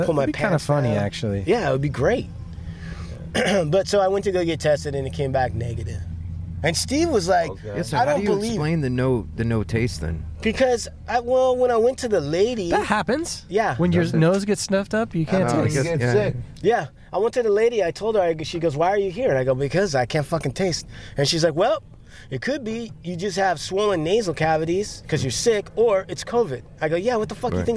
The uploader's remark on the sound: DO IT LIVE from the beach